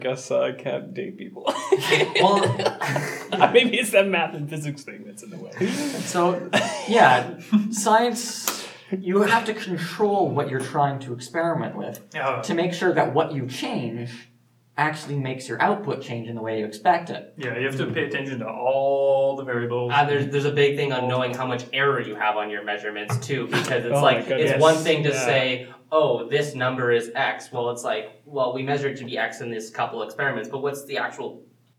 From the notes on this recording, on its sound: We apologize for the sound, the room we had was terrible